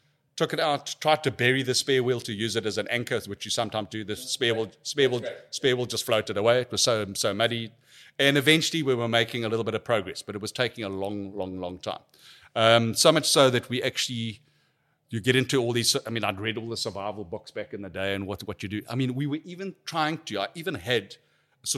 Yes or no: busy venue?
yes